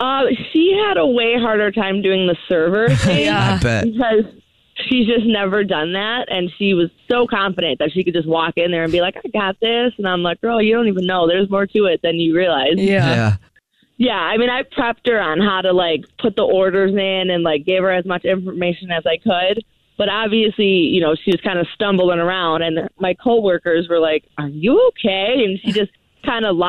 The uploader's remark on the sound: The woman on the phone has a Dirty Little Secret.